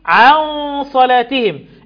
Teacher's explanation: النون الساكنة بعدها الصاد إخفاء حقيقي ومع استعلاء الغنة، وفخم الغنة إن تلاها حروف الاستعلاء لا سواه.